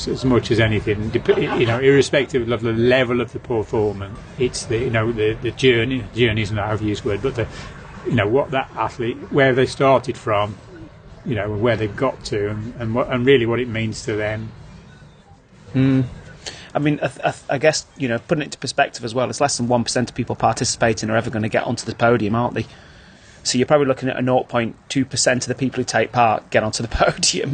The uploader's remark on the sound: Last year we recorded our show live from the pub and it proved to be quite popular with the coaches and the listeners, so we’ve continued the trend this year. The White Lion.